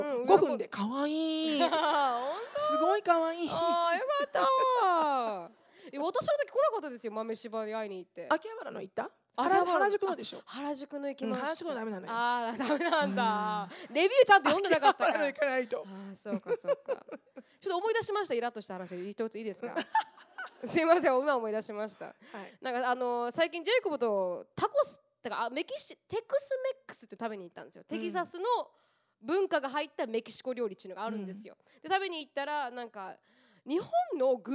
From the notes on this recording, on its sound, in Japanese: 公開収録。大阪公演の収録音声を大公開！LIVE質問コーナー（会場の皆さんからの質問に即興で答えます）。